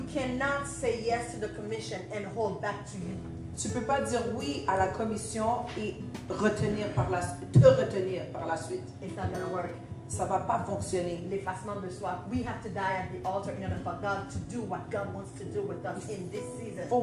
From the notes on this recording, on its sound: LIVE AT THE HUB.